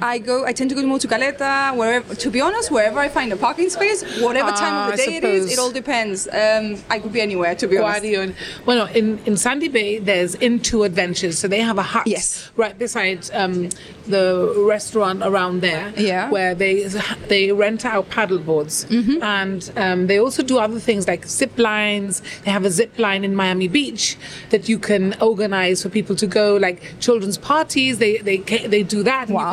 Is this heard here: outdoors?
yes